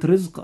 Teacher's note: الراء فيها مرققة لأنها جاءت مكسورة